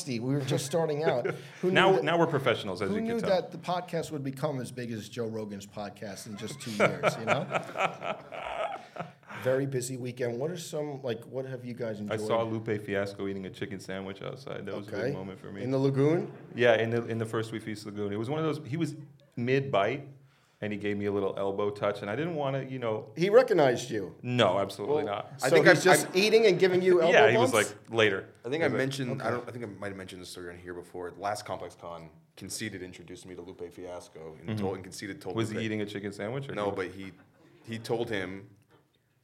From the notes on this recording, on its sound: Which was filmed live in front of a studio audience at ComplexCon earlier this month.